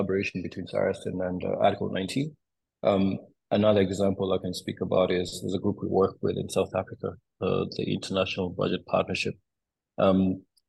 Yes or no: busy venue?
no